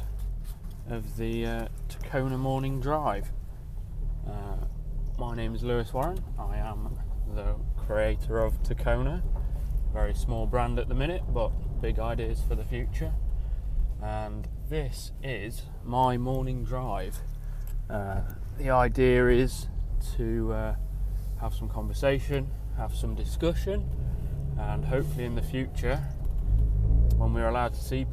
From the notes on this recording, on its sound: Recorded in the car during a commute to work, the audio isn't perfect